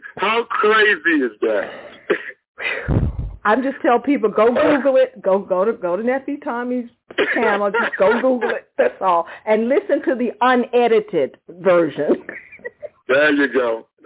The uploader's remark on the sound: phoned in directly from Rome earlier this week